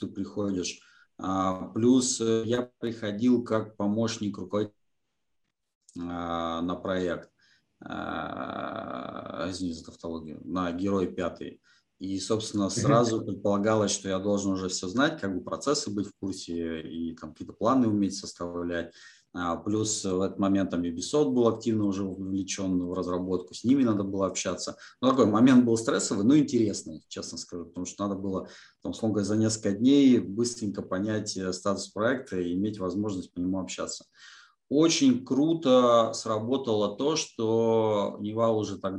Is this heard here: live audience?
no